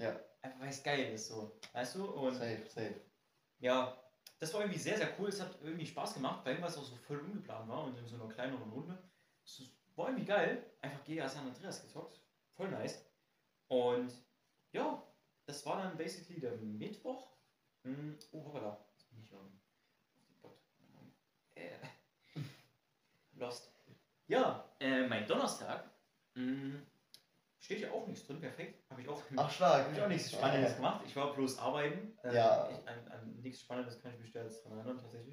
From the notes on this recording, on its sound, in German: leider hat sich das Audioproblem wiederholt, deshalb hört ihr wieder den Kamerasound.